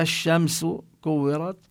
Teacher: لما دخلت عليها الألف واللام دخلت اللام بالشين، لأن الشين من الحروف الشمسية أو اللام هنا لام شمسية.